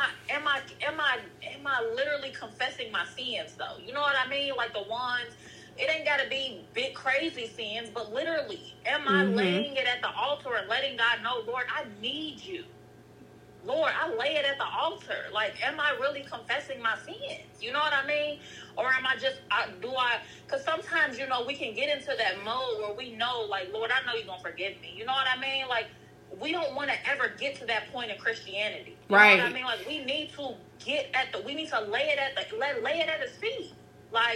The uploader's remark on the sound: This candid conversation was recorded over a call